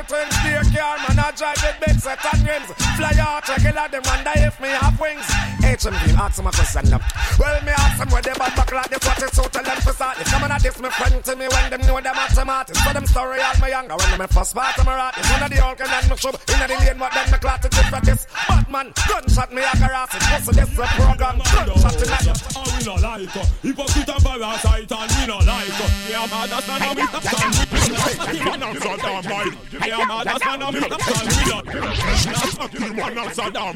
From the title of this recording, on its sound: Rub A Dub June 7th 2015 at Fusion Cafe Davie Florida